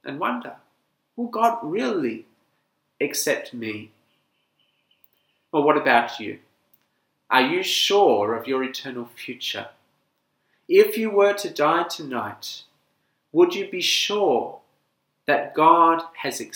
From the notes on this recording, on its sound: This sermon was preached at St Nicholas Home, Penang on 16th October 2020.